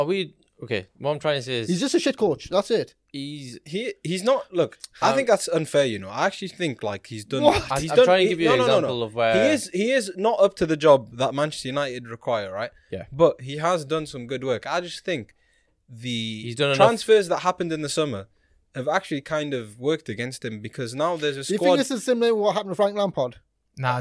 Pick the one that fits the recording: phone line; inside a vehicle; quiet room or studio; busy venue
quiet room or studio